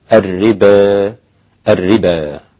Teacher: الربا جاءت أيضا هنا ممالة عند الإمام حمزة والكسائي وخلف والباقين الفتح.